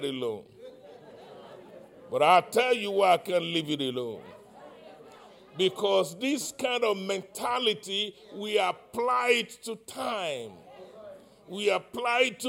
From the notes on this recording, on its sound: live-recording